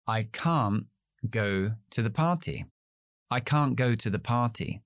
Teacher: Gracias a esas dos diferencias, es decir, acentuamos la palabra y alargamos un sonido vocálico que no es ni a ni e, ya los nativos sabemos que estamos utilizando can en negativo. Así que muchas veces ni siquiera pronunciamos la T al final